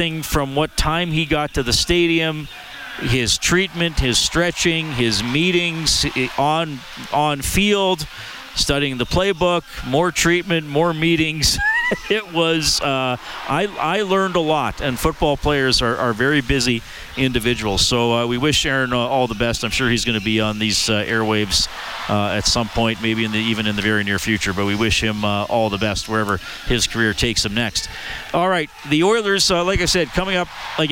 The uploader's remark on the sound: Live from the Oilers Superskills at Rogers Place.